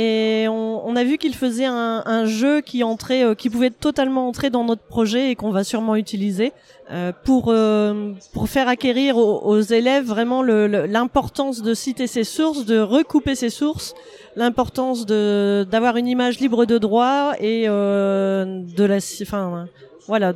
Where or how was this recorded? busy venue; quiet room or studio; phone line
busy venue